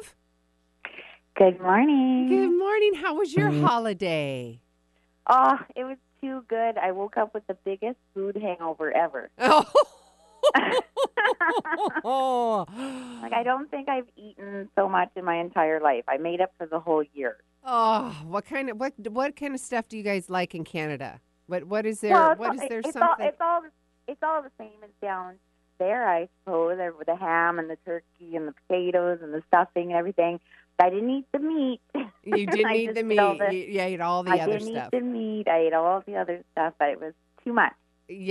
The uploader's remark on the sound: Listener calls + live readings!